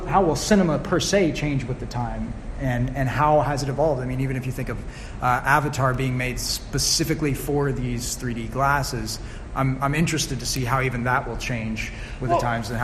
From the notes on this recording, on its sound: I’m posting a recording of a panel I joined for Heliosphere 2019.